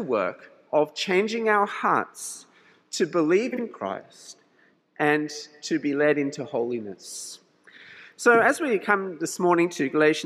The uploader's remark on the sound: This sermon was preached at St George's Church, Penang on 26th June 2022.